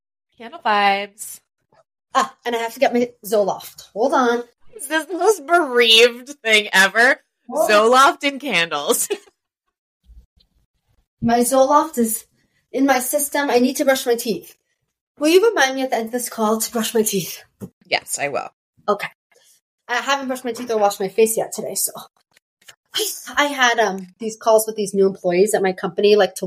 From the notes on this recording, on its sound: The internet was not our friend during this recording. Apologies for the pure chaos that unfolds as we tried to record a simple life update!